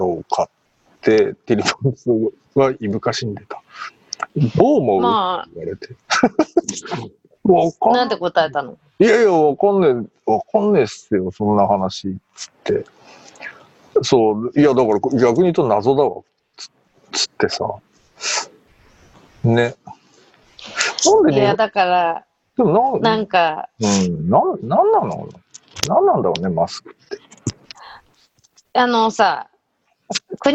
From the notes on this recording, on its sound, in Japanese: 本収録はビデオ会議サービス「Zoom」を使用し。一部聞き取りづらい箇所があります。